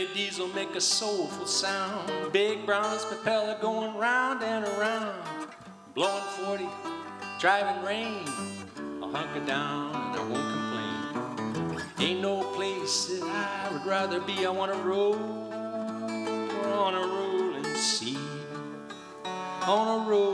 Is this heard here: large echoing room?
yes